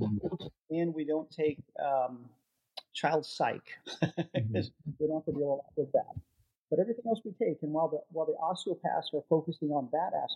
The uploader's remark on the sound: Unfortunately, we ran into some audio issues with this episode that we were unable to resolve. Please excuse the audio quality for this episode as a result.